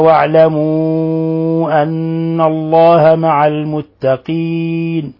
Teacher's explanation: واعلموا أن الله، المد هنا مد منفصل، مد منفصل من 4 إلى 5 حركات، والنون مشددة فنعطيها غنة مقدار حركتين